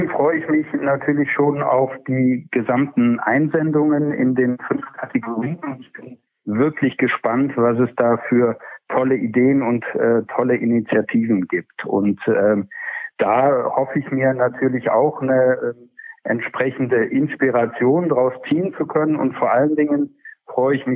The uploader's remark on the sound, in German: Telefoninterview